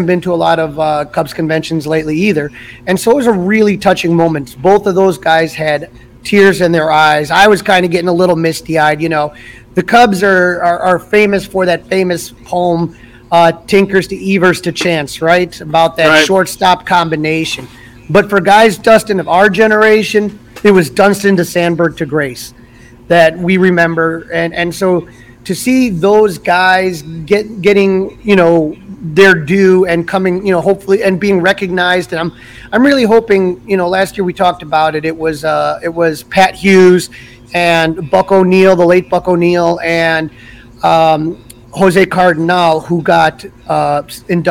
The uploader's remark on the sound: Recap live from the blue carpet. Cubs Con 2023 Day 1.